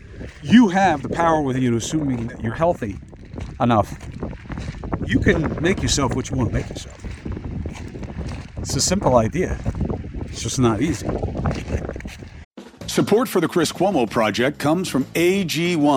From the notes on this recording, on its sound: From the beach. Walk and Talk.